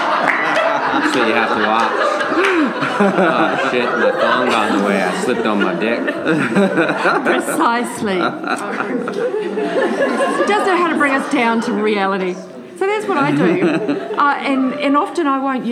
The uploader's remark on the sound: Live! From The San Diego Pain Summit! Live from the San Diego Pain Summit in San Diego, California.